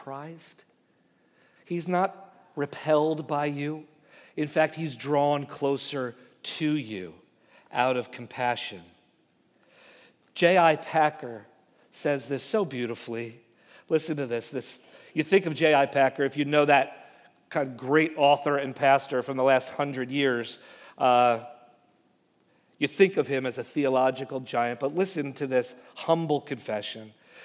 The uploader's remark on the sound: Message Preached at Valley Creek Church